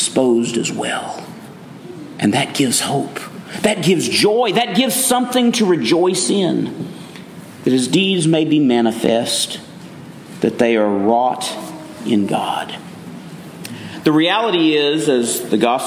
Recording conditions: large echoing room